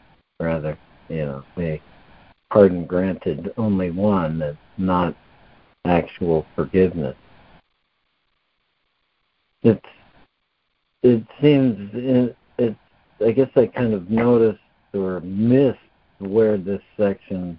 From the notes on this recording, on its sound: ACIM Daily Conference Call